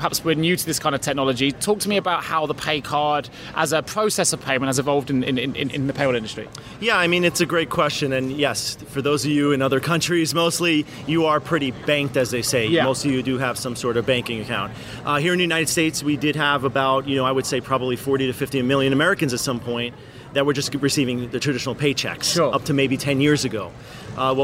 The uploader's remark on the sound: Live from APA Congress 2019. Recorded Live at American Payroll Association Congress 2019 in Long Beach, California.